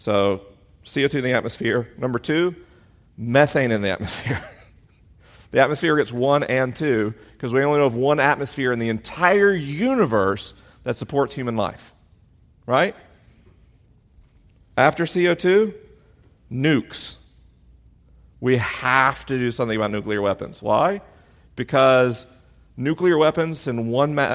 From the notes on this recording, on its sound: LIVE in Atlanta, GA. This week is a live episode: the questions are unscreened and the answers are unrehearsed.